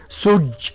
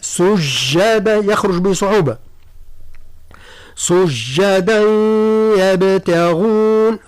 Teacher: الجيم لابد من إظهار الشدة والشدة، هو حرف شديد لأن الصوت ينحبس